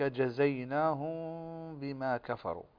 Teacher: فهنا الميم الساكنة وبعدها الباء نخفي الميم عند الباء · Term: الإخفاء